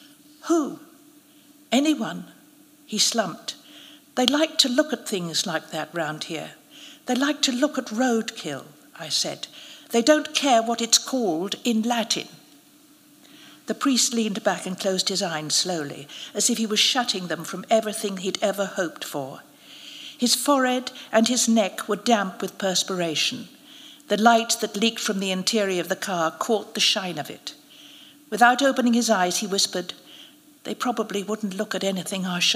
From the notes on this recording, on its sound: narrated at a special live event